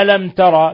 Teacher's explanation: ميم ساكنة جاء بعدها التاء إظهار شفوي